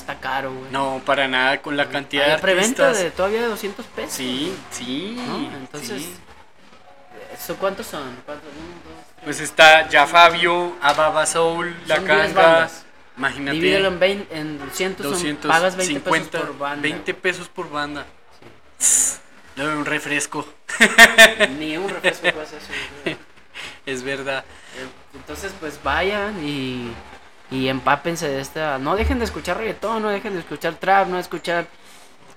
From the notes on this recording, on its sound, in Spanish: En vivo y en directo desde Jamaica Records en Guadalajara Jalisco